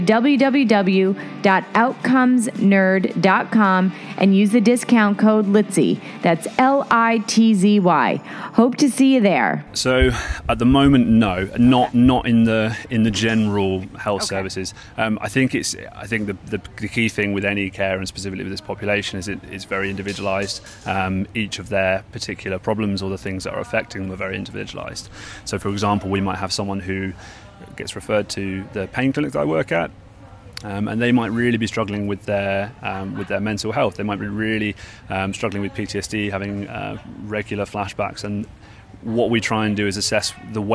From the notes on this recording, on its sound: LIVE from the WCPT Conference in Geneva, Switzerland